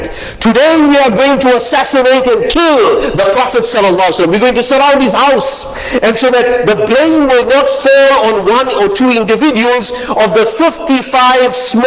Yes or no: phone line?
no